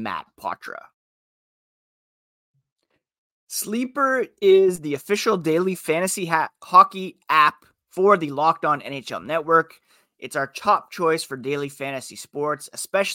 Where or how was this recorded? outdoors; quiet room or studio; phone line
quiet room or studio